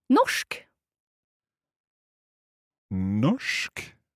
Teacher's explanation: we've got an R and an S coming together there and they're making a sh sound